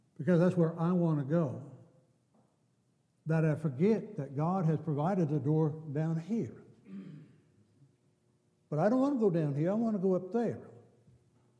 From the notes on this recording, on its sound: Downtown Church Of Christ Audio Sermon